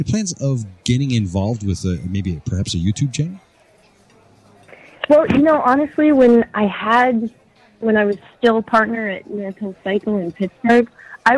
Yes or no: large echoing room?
no